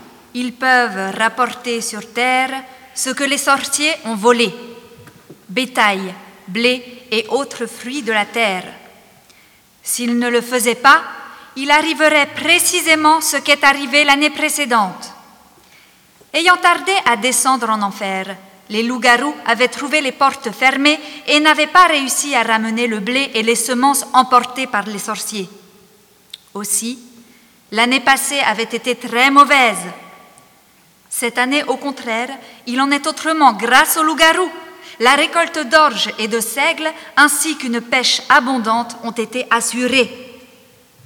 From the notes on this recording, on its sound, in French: Enregistré en public à la Bellone.